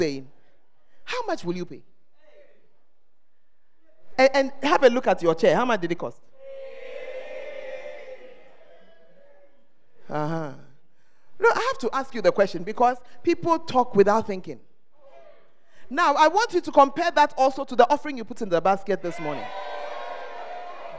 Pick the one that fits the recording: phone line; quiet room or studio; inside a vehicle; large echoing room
large echoing room